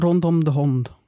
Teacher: Und auch die Senkung von U zu O